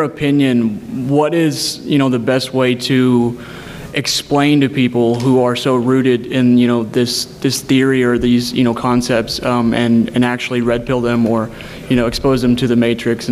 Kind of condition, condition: setting, live audience